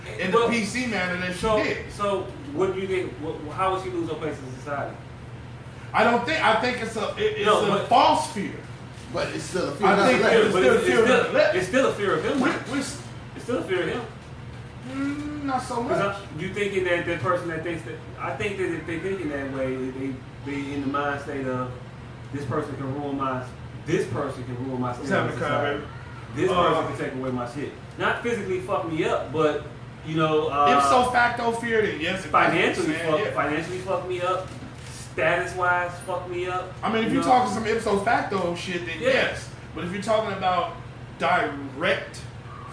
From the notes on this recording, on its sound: we fought through technical difficulties